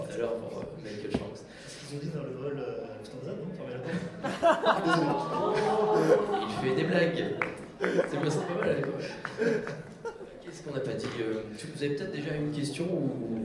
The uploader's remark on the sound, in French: Enregistré lors du TGS Springbreak de 2015.